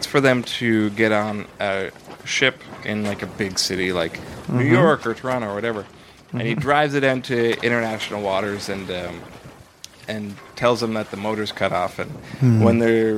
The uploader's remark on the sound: Live From A Boat. Are podcasting from the deck of a luxurious 40-foot yacht!